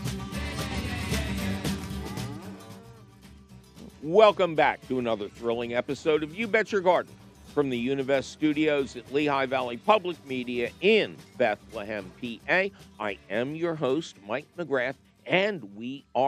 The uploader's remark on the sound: your Garden tone phone calls